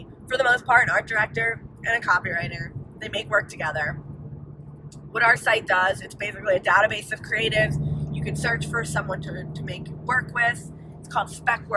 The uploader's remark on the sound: On the drive back to Orlando they decide to do an impromptu podcast and talk about their experience. This was recorded in an iphone in a car with a lot of road noise. The audio is cleaned up as best as I could manage but...